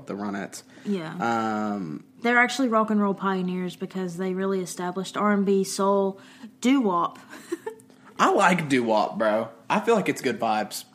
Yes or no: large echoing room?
no